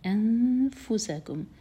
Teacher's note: نون کی آواز کو چھپایا جائے گا اور فا کے لیے زبان تیار کریں گے